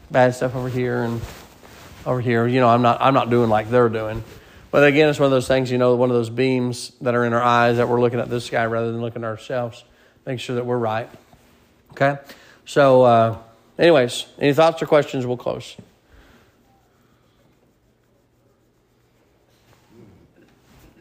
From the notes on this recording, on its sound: Sermon preached at Mid County Baptist Church